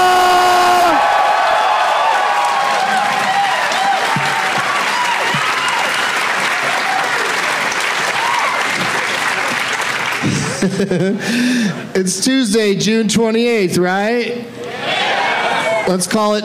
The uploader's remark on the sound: Live from Wise Guys in Salt Lake City